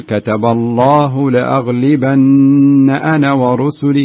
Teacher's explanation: لكن لو فرض أنك ترى تقف تقول أنا إذا وصلت تحذف الألف فتقول كتب الله لأغلبن أنا ورسلي كأنك تضع فتحة فقط